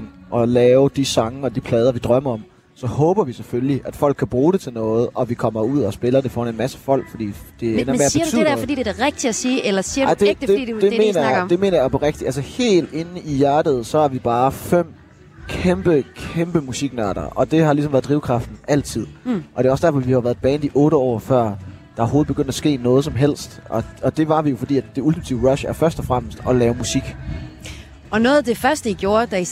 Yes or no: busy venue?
yes